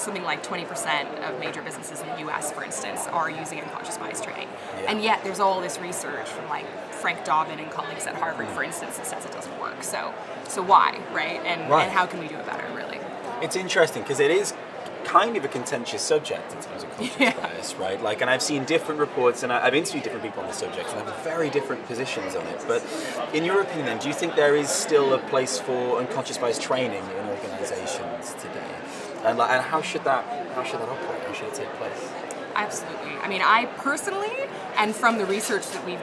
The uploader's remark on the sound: Joins the HRD Live Podcast live from the HRD Summit UK 2020.